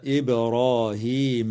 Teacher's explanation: وتقلقل الباء في كلمة إبراهيم